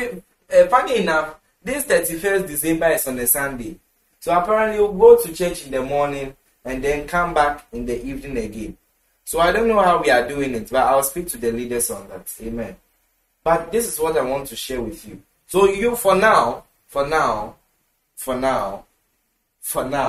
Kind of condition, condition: setting, large echoing room